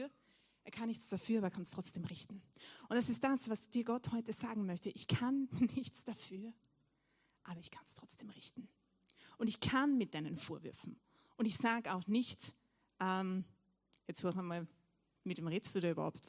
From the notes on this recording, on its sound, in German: Weihnachtsgottesdienst live aus der LIFE Church Wien.